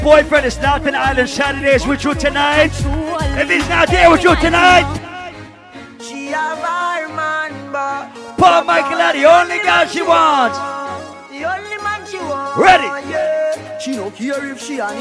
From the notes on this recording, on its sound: LIVE PARTY AUDIO. LIVE AT ISLAND SATURDAYS.